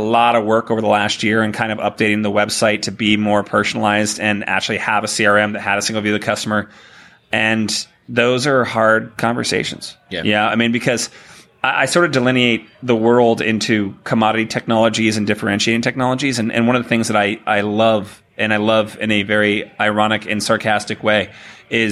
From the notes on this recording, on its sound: recorded live from Shoptalk in Las Vegas